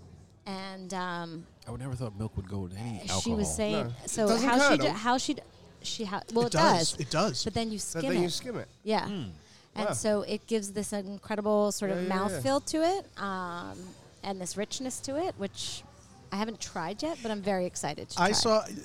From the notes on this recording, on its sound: We're back recording at one of our favorite spots, Ibizia Kitchen in Chappaqua, NY. We're back recording at one of our favorite spots, Ibizia Kitchen in Chappaqua, NY.